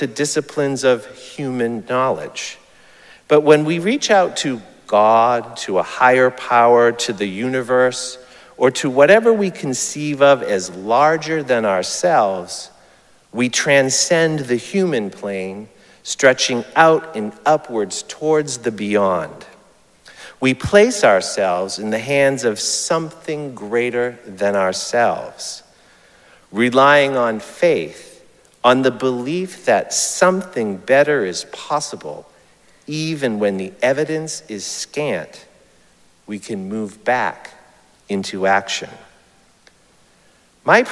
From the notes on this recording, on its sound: Recorded live at Arlington Street Church.